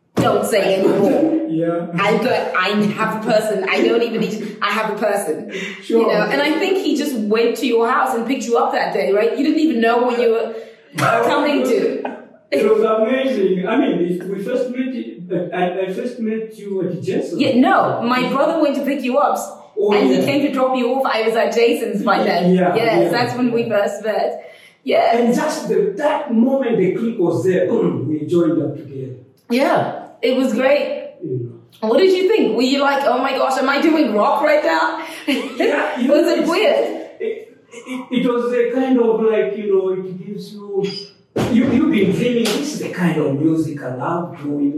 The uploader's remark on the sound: While on the move in Johannesburg, so apologies for the boomy sound!